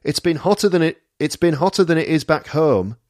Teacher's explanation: that's a diphthong, home, and she says herm.